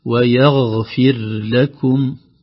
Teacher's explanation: الغين حرف رخو ويغفر لكم يعني لا تنحبس مثل القاف، تمشي في الحلق شوي